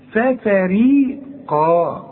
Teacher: والقاف هي العالية قوي في التفخيم. ففريقا كذبتم، هنا في غنة ولا بد انك تغن عند الوصل، ما تقولش ففريق كذبتم لا، ففريقا كذبتم، شوف، وبعدين الكاف دي من حروف الإخفاء، يبقى حخفي وغن.